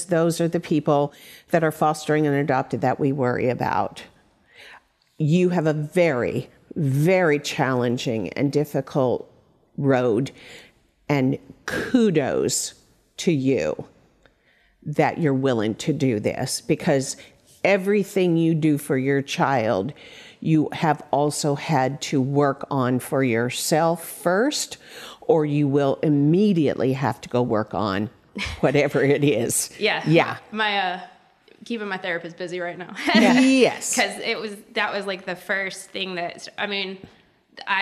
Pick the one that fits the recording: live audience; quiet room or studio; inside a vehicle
live audience